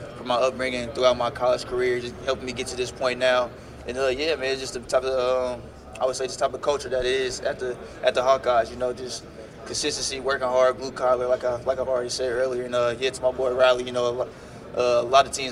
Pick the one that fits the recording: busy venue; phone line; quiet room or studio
busy venue